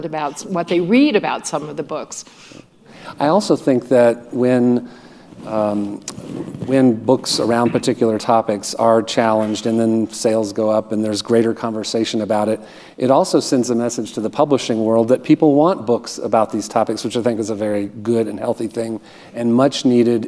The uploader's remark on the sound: At the 2022 Ideas Festival for a conversation.